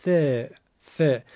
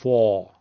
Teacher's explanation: حرف ثا از نوک زبان هست، حجمش هم کمه، رقیقه · Shown in: first take · ببینین ث، ث، نمیگیم ف، بلکه میگیم ث، مثل یک بچه‌ای که داره نوک زبانی صحبت میکنه.